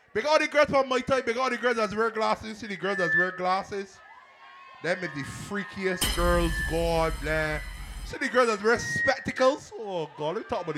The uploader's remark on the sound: LIVE AUDIO FROM MAI TIDE BARBADOS SATURDAY NOVEMBER 18TH, 2023